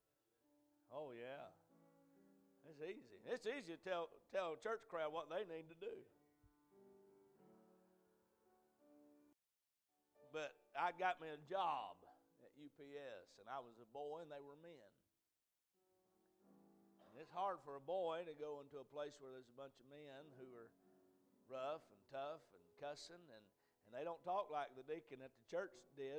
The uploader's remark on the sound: A message preached at Crossroads Baptist Church